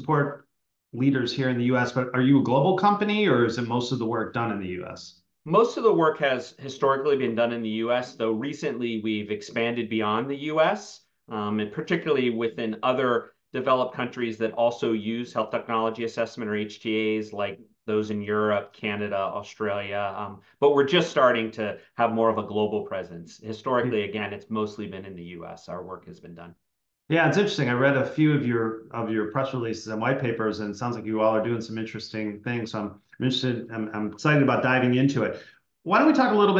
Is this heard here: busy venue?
no